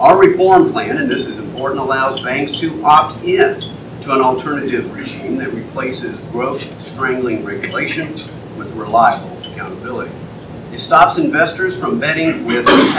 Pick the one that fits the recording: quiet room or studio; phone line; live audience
live audience